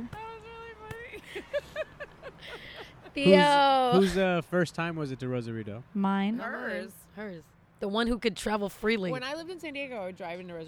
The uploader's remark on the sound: Recorded on a rooftop in Los Angeles.